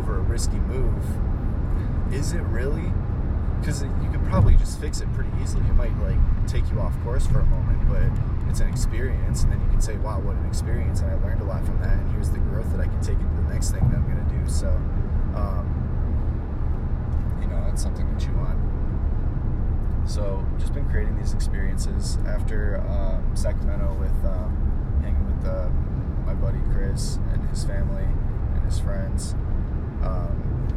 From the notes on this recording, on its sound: While driving through the Sonoma wine region of northern California